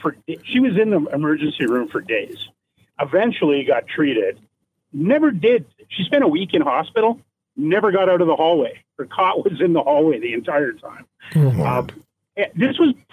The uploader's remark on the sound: Callers on the state of Canada's healthcare system. Takes to the phones to hear about your experiences in Canada's overwhelmed healthcare system.